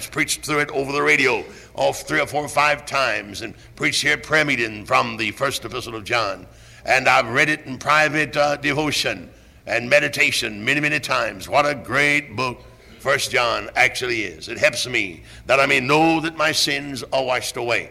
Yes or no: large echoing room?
yes